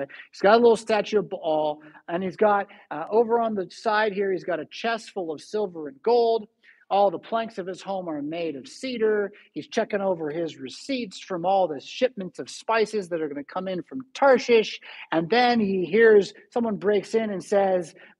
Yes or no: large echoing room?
yes